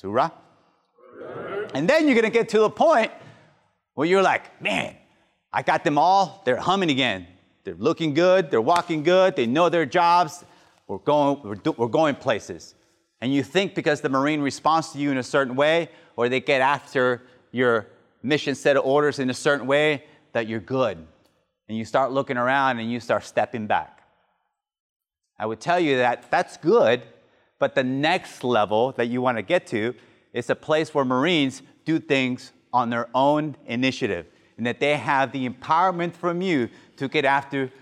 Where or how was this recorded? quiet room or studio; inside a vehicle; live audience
live audience